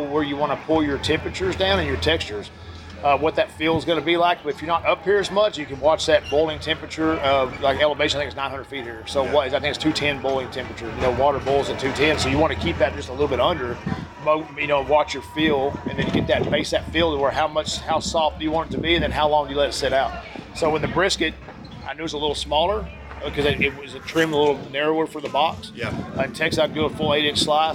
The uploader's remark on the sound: Cook spot at the 2023 American Royal. At the Kansas City Royal.